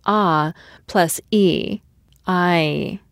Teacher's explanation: I is actually two vowels run together. Say it slowly enough, and you can hear that it consists of ah plus e, I. The phonetic term for two vowels run together this way is diphthong, which sounds like an insult and has actually been used as an insult by people who don't know better.